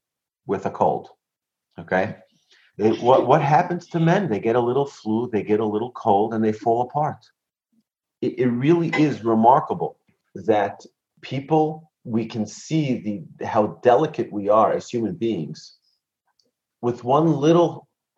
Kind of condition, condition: link, video call